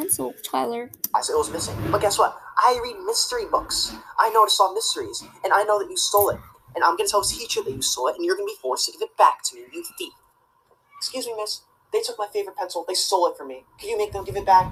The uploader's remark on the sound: I'm sorry about the people in the background